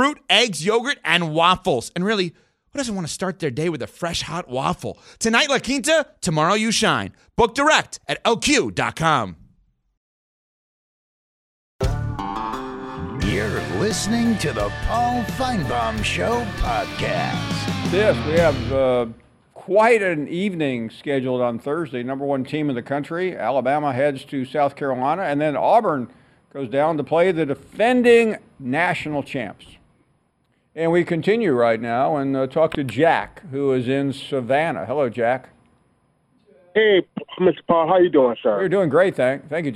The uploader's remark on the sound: we continue with more of your phone calls